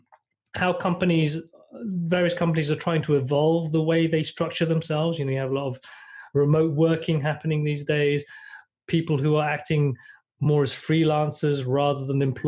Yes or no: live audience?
no